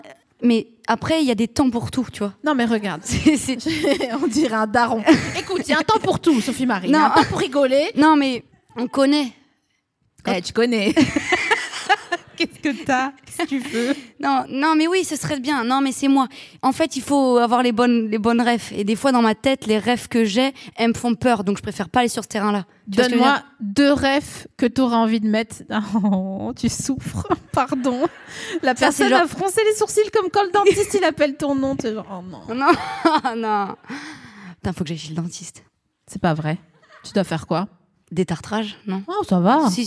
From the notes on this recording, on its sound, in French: Devant un public sévère, mais juste, sans aucun dentiste. Produit par Binge Audio, enregistré en février 2021 à la Scala Paris.